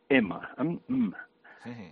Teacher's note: La consonant bilabial nasal